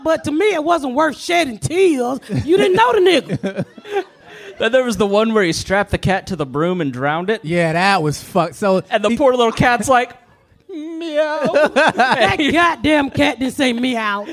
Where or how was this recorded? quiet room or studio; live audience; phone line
live audience